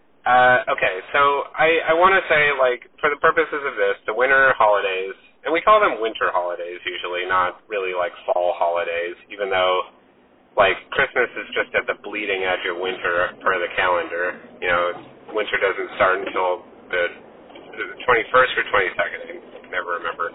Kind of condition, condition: fault, poor sound quality